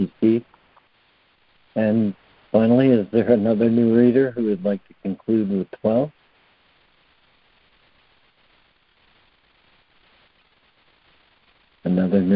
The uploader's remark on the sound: ACIM Daily Conference Call